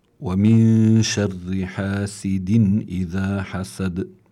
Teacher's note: عندنا نون ساكنة بعدها شين كما مر معنا في السابق، بتكون النون في حالة الإخفاء ولا بد في ذلك من الغنة. شر الراء كمان مكسورة كما ذكرنا سابقا، لما الراء بتكون مكسورة بتكون في حالة الترقيق.